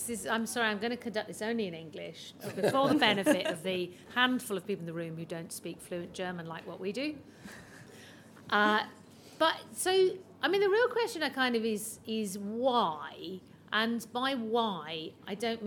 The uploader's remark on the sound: Maestro, Live! from the Battle of Ideas. A very special episode, live from the Battle of Ideas. In this first ever live episode of Performance Anxiety.